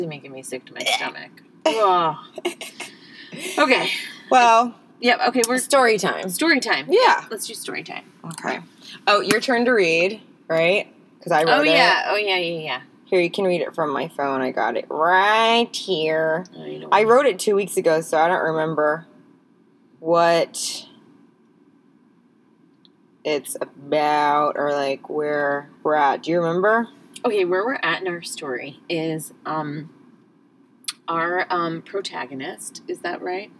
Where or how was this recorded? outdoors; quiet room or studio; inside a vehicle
inside a vehicle